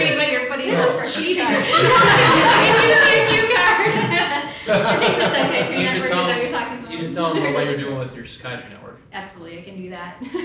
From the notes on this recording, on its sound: LIVE Audience: Legend Member’s Meetings. In our second live episode from our San Diego Members' Meetings.